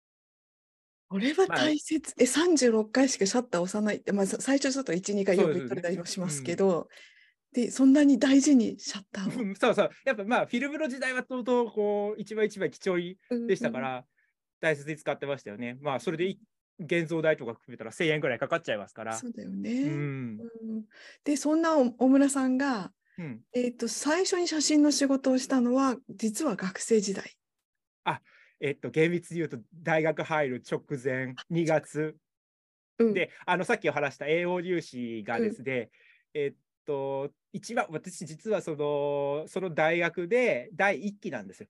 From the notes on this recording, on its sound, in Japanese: 収録場所： オンライン (Zoom)